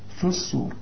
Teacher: اللام اللي بتبقى بدون تشكيل بتضغم وبتتحول لنفس الحرف اللي بعدها، يعني اللام دي تبقى صاد في الصور، وإذا وقفت تقول في، وإذا بدأت تقول الصور.